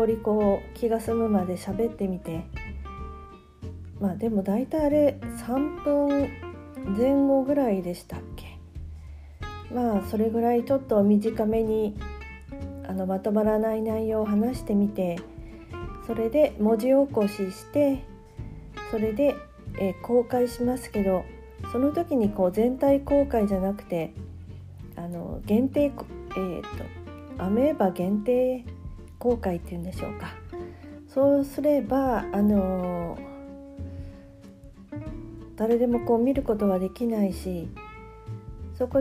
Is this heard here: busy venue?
no